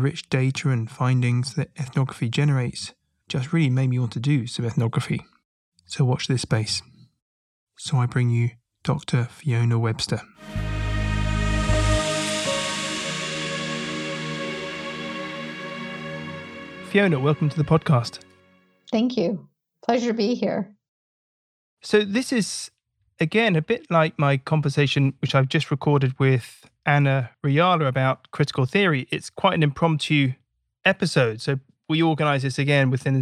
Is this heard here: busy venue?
no